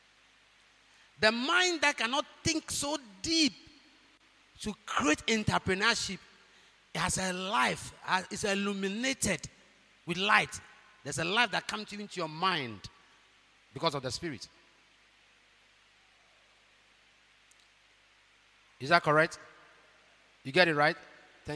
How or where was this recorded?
large echoing room